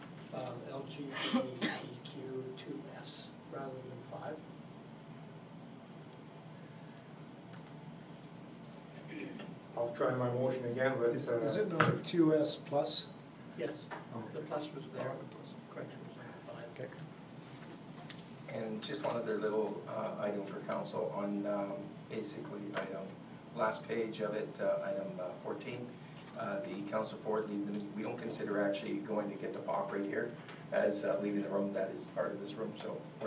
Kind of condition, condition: setting, large echoing room